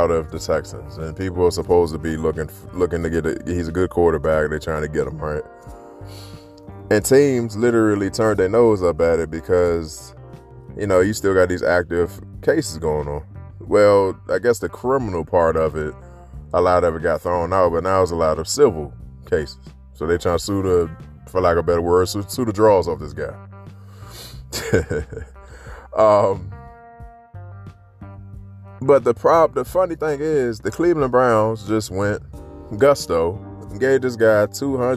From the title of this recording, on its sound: Friday walk and talk